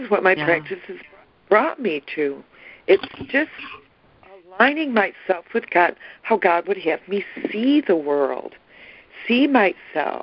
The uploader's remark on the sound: ACIM Daily Conference Call